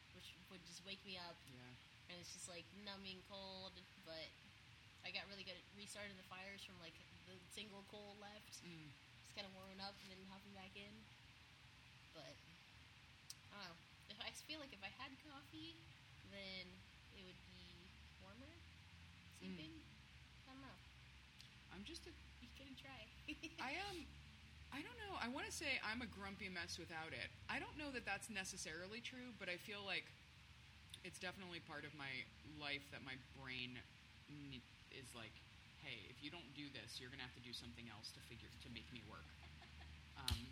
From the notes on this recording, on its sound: It’s the first time I’ve recorded face to face as well as outside with all of the elements you might expect to hear in an urban park. You’ll get some ambiance like birds and the sound of camp stoves, as well as some guy yelling in the background, and there’s a fairly loud fountain nearby! I tried to clean it up to have our voices stand out as strongly as possible, but I apologize in advance if it’s hard for anyone to hear.